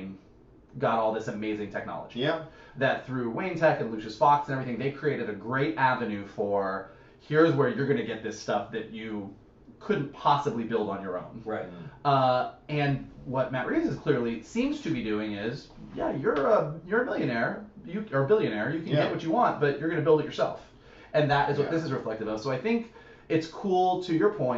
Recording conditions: poor microphone